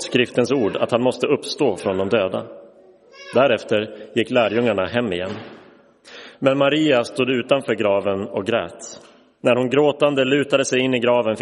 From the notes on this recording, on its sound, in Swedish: Inspelad i Roseniuskyrkan den 9 april 2023.